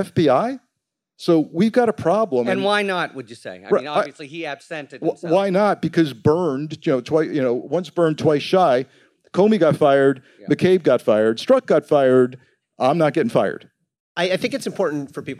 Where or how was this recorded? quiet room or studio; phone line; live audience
live audience